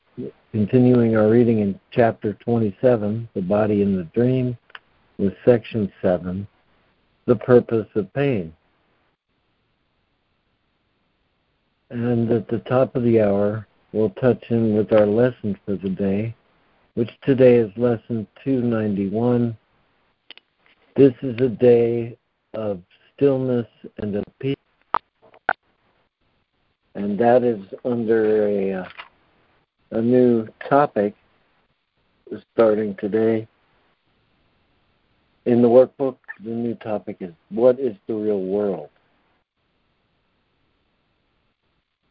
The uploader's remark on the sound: ACIM Daily Conference Call